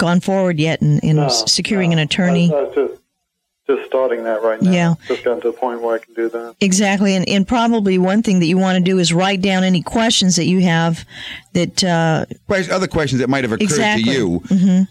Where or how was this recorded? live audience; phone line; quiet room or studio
phone line